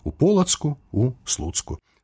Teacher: уставны галосны пры змене слова прападае